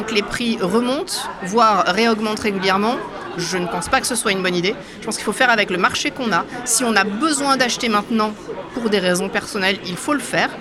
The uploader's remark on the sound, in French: Ce podcast a été enregistré lors d'Immo, le congrès de la FNAIM à Paris les 4 et 5 décembre 2023.